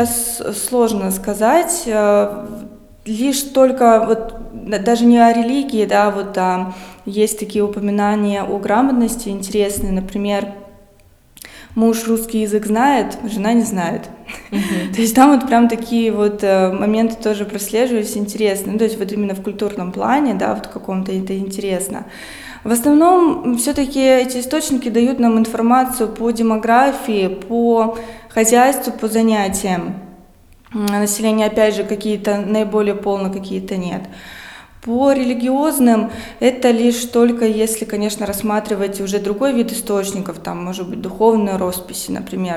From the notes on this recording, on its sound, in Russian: Открытая запись подкаста в Музее истории города Колы. Этот выпуск был записан в рамках открытой записи подкаста "Три дома и церковь" 27 ноября 2021 года. Отвечаем на вопросы зрителей открытой записи.